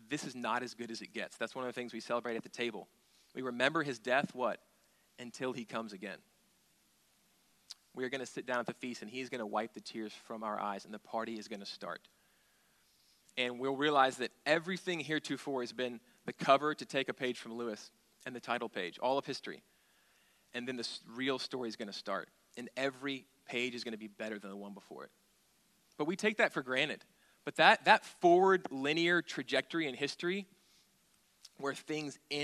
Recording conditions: large echoing room